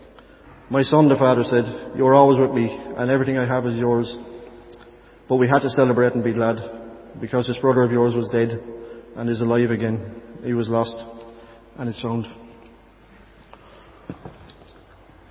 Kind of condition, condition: setting, large echoing room